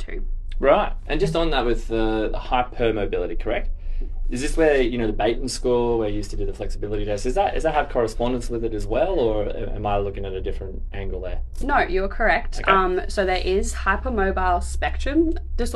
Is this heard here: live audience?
no